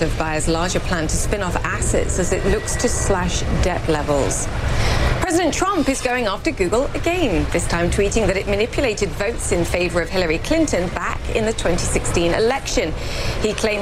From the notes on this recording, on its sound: live from the New York Stock Exchange